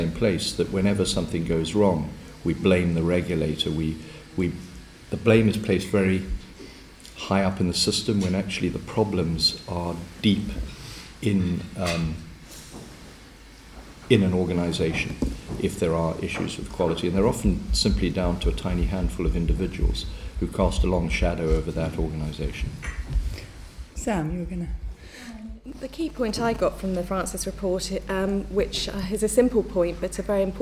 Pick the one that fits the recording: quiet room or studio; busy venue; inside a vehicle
busy venue